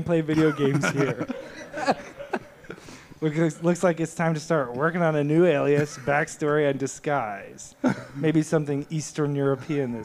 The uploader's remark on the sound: The last LIVE episode for a little while.